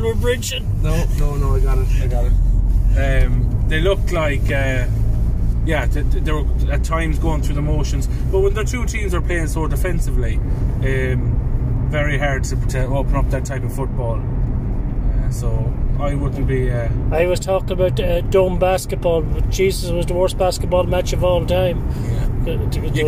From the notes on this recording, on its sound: In the sattelite cruiser on the way from the dome. Instant reaction while I'm driving the cruiser home.